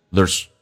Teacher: There's nothing to worry about.在听力的时候听力的难点第一个 there's 这个单词 air,在口语化当中加速的时候 air 可以弱化成一个小小的卷舌音变成 er 就变成 there